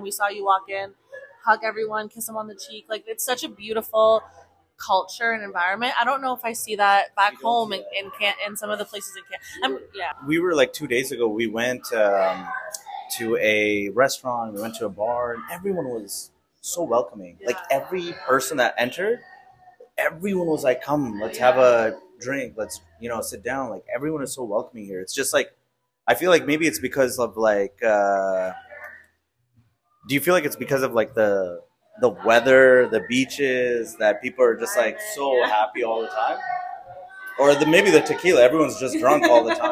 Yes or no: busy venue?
yes